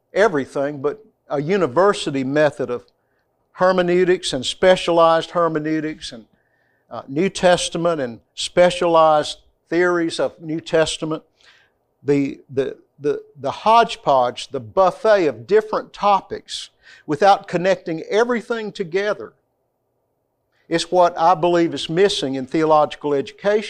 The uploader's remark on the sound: This lecture comes from the classroom of CBTS.